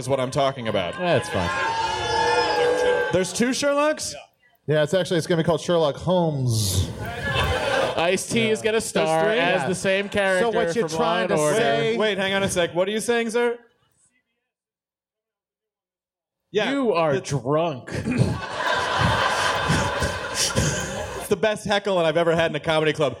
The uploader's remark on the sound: The guys interrogate each other live in Phoenix, Arizona!